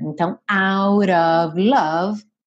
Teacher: Esse of, que se escreve OF, sempre, sempre, sempre vai ser pronunciado OV, ok? E no out of, também tivemos uma redução do T para rarara